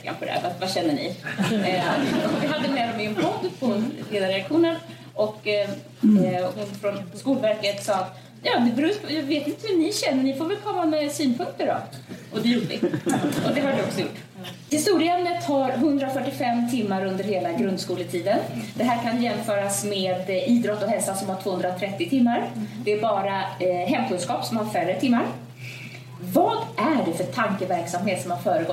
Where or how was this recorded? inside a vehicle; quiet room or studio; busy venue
busy venue